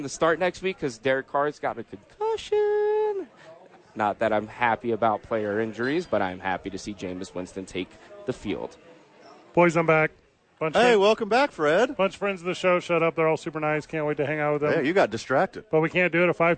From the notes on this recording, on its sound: live at Howies!